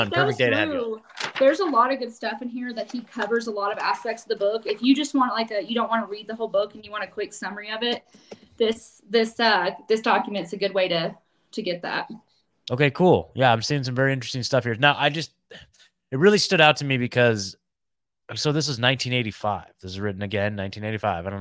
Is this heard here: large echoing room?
no